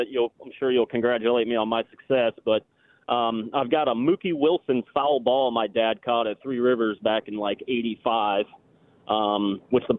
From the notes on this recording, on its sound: Callers chimed in with their best Pittsburgh sports artifacts. Open Phone Friday.